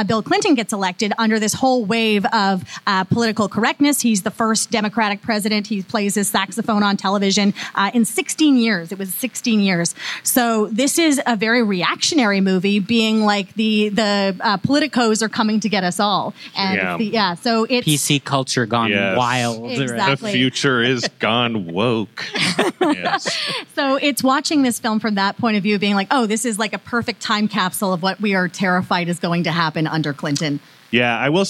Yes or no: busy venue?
yes